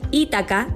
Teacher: Ítaca es una isla griega ubicada en el mar Jónico. Aunque en griego es una palabra llana, en español se pronuncia habitualmente como palabra esdrújula